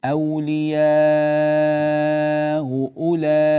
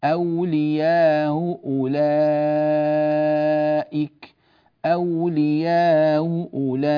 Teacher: بسبب تسهيل هذه الهمزة جاز في هذا الحرف 6 حركات وجاز فيه 2 حركات، فنقول أولياء أولئك، ويجوز أن نقول أولياء أولئك أولياء أولئك.